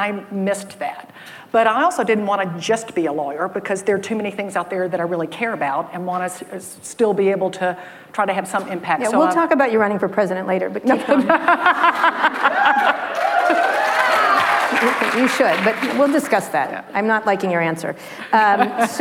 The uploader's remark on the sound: In front of a live audience at the AllRaise Summit in San Francisco.